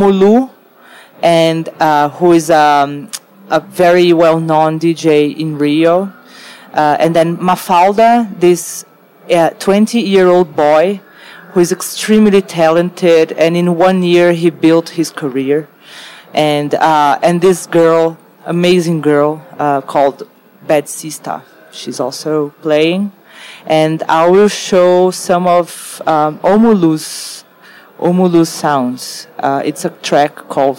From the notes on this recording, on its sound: Live from Untitled Art Fair